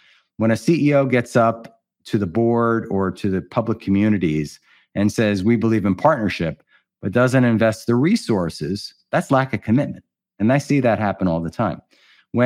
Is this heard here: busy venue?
no